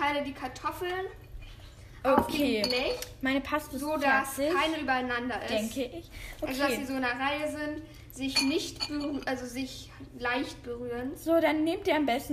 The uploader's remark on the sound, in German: sorry auch für die Nebengeräusche, die cuts